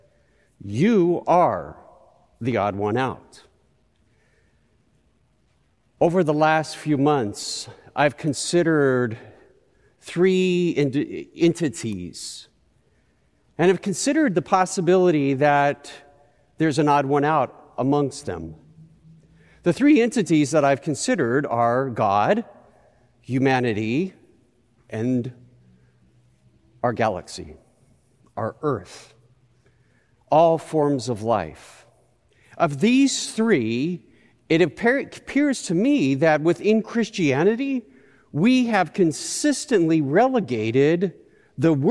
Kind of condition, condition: setting, large echoing room